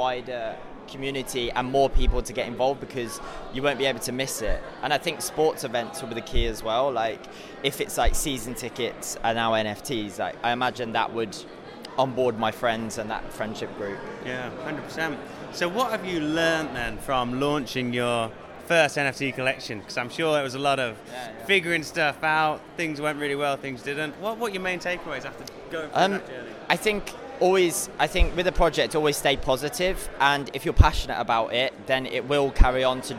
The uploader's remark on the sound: live at NFT London